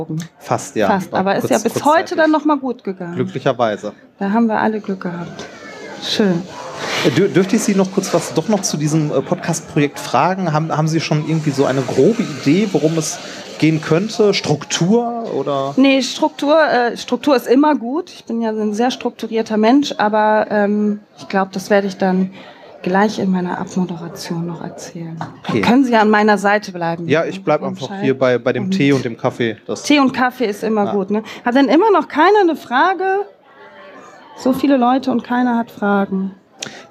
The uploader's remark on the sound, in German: 33c3-sendezentrum. Live vom 33C3.